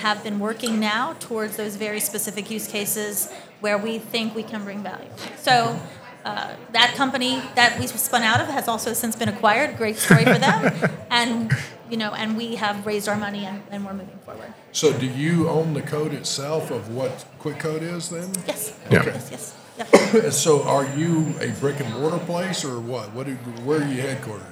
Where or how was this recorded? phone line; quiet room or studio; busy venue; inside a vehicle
busy venue